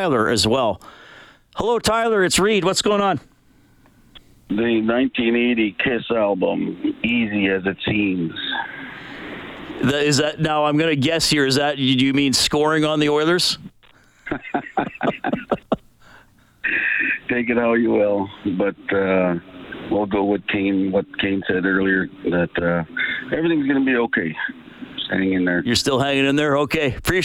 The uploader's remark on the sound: takes callers